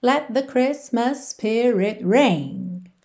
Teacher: Christmas spirit também você liga num S só